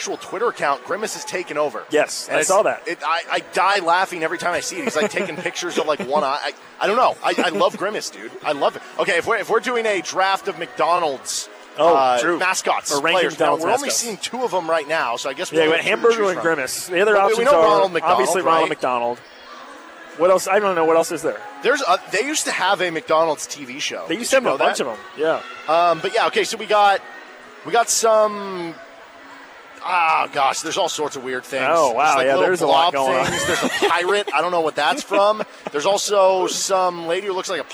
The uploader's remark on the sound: live from the Roundball